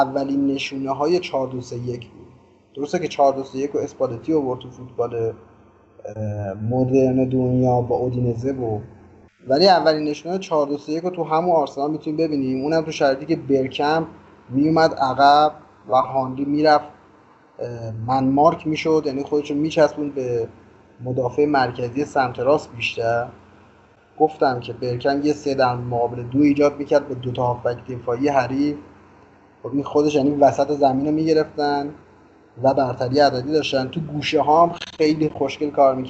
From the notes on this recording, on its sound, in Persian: به دلیل مشکلات ناشی از انتشار ویروس کرونا این اپیزود به وسیله اسکایپ ضلط شده و همین مساله باعث افت کیفیت صدا شده است. مشکلات احتمالی ناشی از بد بودن سرعت اینترنت ایران و ضبط از راه دور.